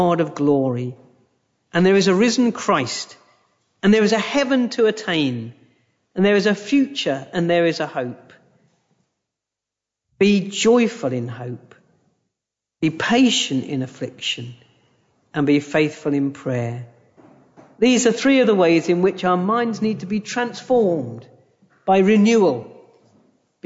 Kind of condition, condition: setting, large echoing room